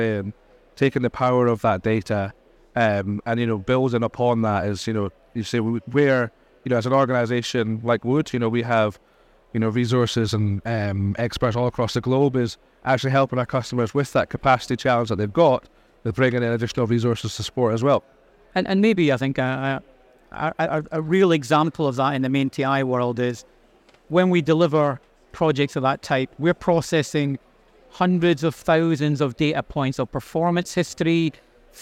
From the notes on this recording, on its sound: Recorded live at Offshore Europe 2023.